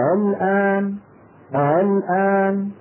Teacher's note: فإذا أردت أن أسهلها أنطقها بين الهمزة المحققة وبين الألف، وبين الألف هو النطق بالهمزة المسهلة بين الهمزة المحققة وبين حرف المد المجانس لحركتها. · Term: التسهيل